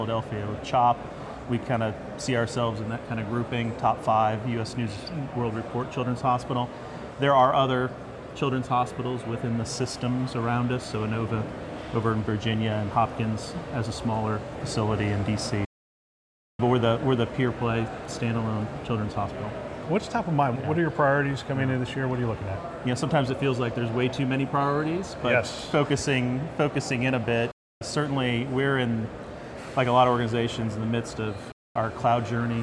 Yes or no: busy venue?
yes